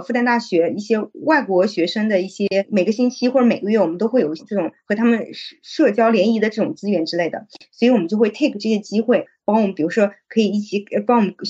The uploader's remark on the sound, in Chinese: 今天这一期录制仍然是在线上。虽然上海解封了，但是我们忘记现在是可以出门的了。